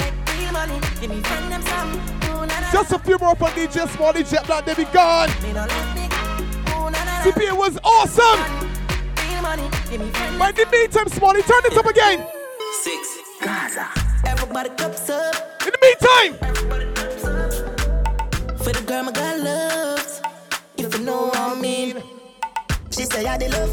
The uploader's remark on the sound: Live audio from CP's Wete Fete